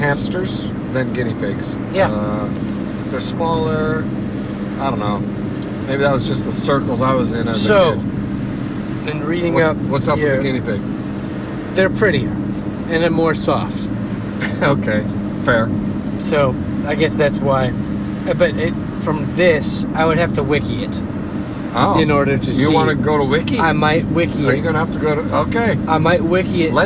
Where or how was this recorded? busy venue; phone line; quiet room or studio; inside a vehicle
inside a vehicle